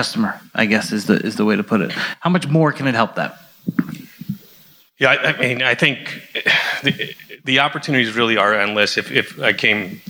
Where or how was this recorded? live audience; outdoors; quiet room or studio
live audience